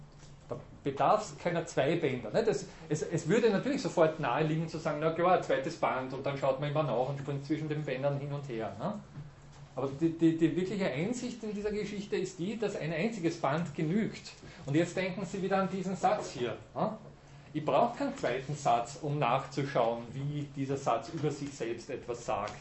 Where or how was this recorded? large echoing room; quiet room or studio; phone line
large echoing room